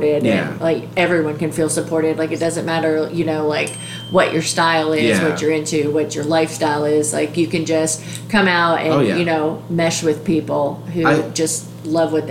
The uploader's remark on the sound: live during night 1 of PetQuest!